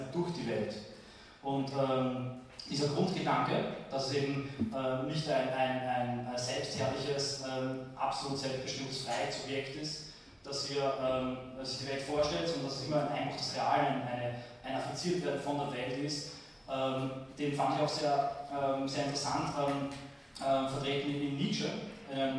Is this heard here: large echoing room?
yes